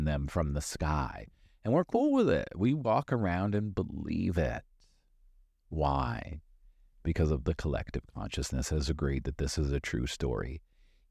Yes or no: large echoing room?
no